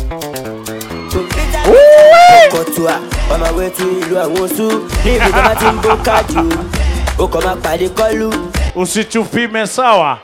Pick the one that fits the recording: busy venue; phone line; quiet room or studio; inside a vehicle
busy venue